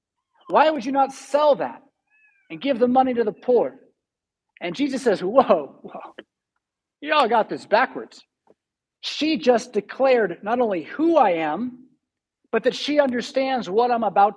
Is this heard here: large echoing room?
yes